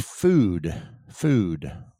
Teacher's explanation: food has a stretched out almost double O sound or a double U sound, not W the letter U twice.